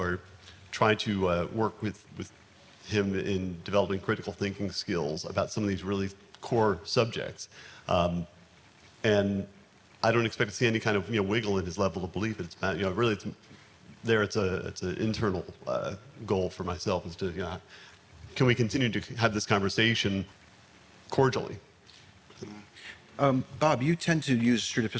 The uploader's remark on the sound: Location: Nashville, Tennessee. The panelists address questions submitted by the SE Community and live audience members at NaNoCon 2019.